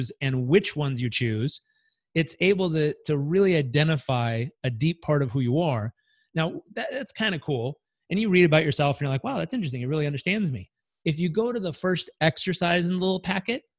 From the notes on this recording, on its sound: I hosted daily ZOOM meet-ups called the "Daily Community Meetup" - the recordings were posted here on the podcast.